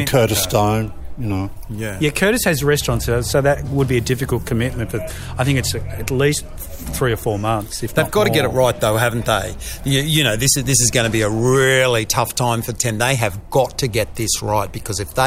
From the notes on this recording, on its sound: A special recording from the new Foxtel on Oxford venue